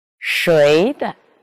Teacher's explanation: 阳平后的轻声呢，念中调三度